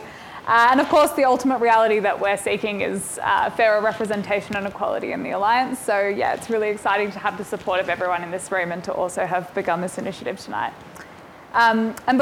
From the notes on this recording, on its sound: We share a recording of the panel discussion at the launch event for USSC’s new Women in the Alliance initiative.